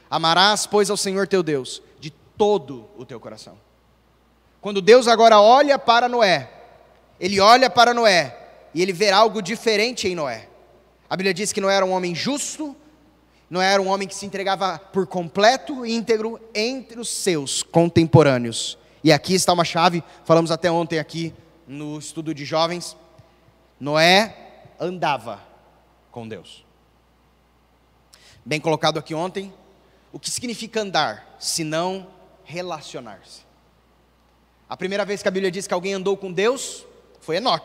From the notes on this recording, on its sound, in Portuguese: gravado em 23-01-2022 na Igreja Evangélica Batista em Campo Grande-MS